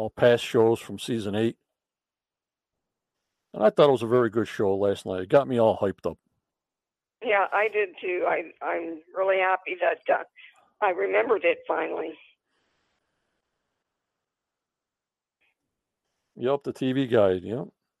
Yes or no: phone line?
yes